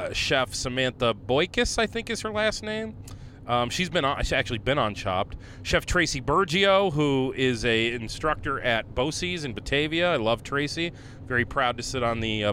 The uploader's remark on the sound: leaving the Naples Grape Festival as he records this one